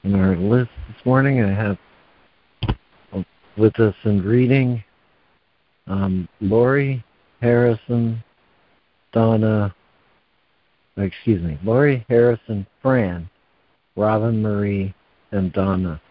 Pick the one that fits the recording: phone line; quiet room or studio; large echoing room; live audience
phone line